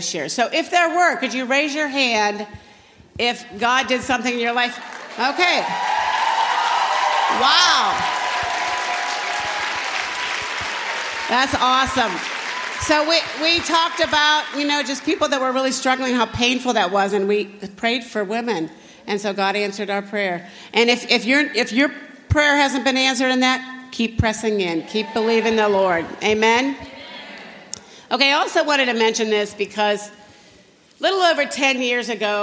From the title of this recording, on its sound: General Session, Flourish 2023